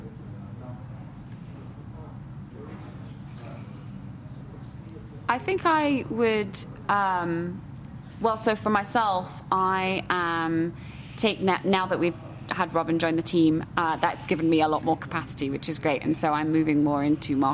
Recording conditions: busy venue